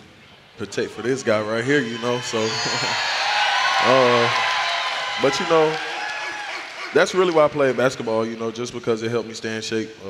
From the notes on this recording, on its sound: live at the Steelers draft party!